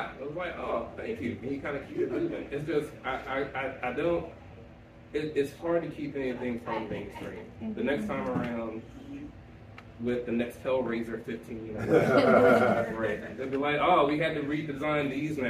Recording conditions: live audience